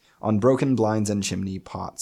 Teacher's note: he gives us 3 lines of iambic tetrameter